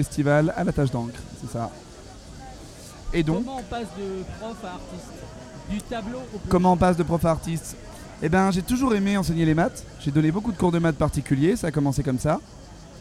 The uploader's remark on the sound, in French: En direct du Festival Off d'Avignon